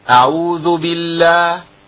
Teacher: أعوذ بالله كده ضخمت اللام بالله ماشي لان اللامات عندك كلها عايزه شويه كده تقيق.